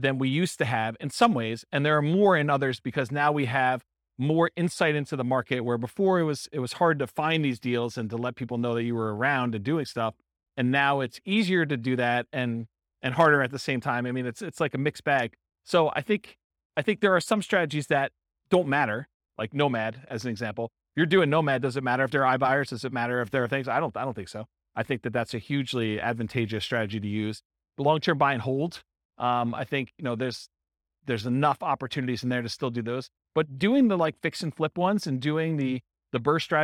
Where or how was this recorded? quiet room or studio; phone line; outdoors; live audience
live audience